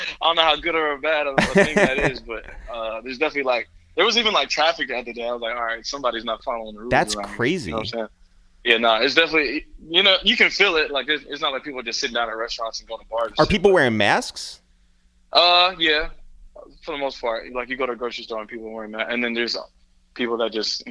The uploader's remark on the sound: we make calls from our Upper West Side apartment